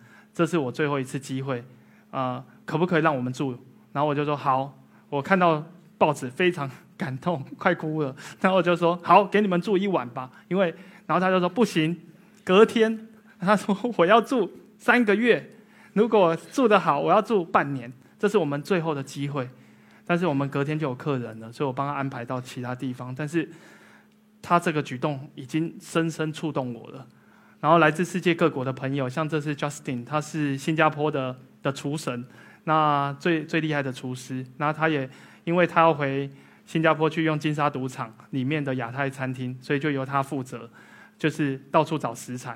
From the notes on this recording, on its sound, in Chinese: 一席现场